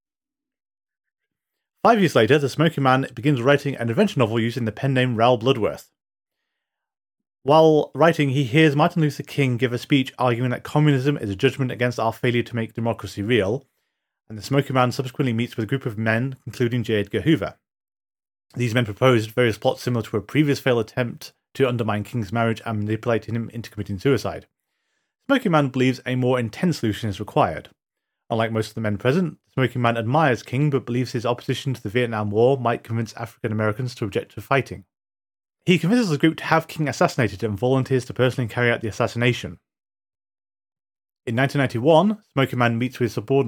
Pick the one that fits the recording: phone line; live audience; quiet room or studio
quiet room or studio